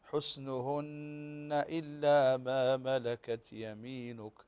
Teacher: حسنهن هي مشددة وصلا ووقفا، مشددة بغنة طبعا